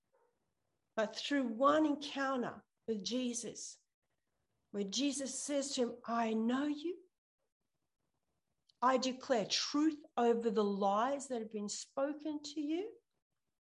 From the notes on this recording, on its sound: ZOOM Church